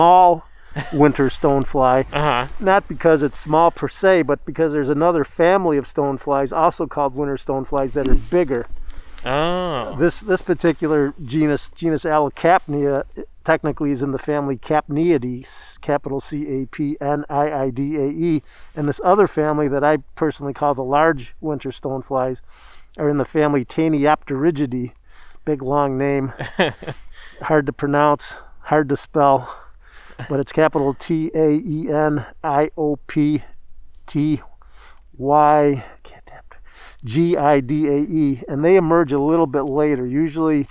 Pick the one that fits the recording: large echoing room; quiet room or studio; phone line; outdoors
outdoors